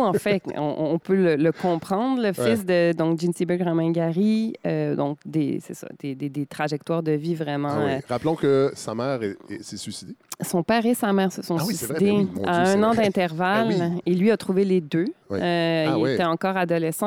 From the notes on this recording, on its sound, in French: Un épisode surprise enregistré ce weekend lors du 41ième festival de cinéma international de Rouyn-Noranda.